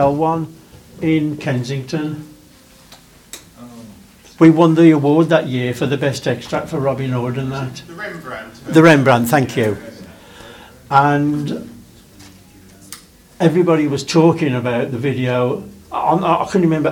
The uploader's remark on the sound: At the Blackpool Film Collectors' Convention in November 2022. In this special episode we are happy to provide the audio recording of the entire session.